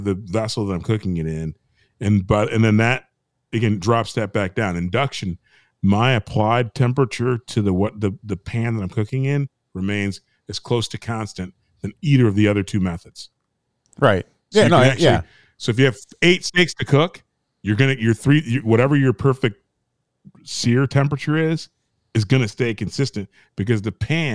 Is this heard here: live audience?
no